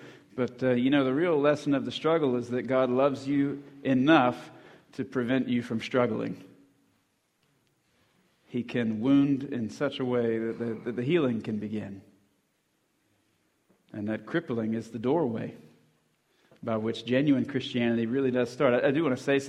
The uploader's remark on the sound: at the 2020 Christian Men's Conference